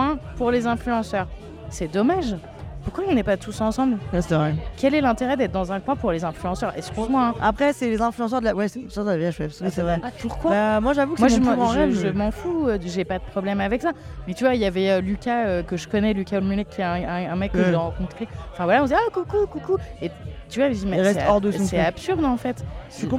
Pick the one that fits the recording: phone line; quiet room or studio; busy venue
busy venue